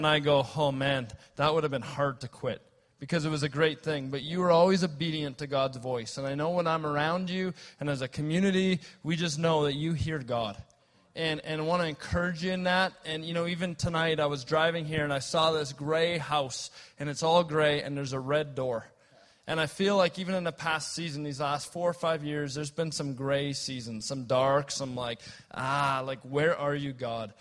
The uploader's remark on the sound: at Resurgence Edmonton on May 31, 2014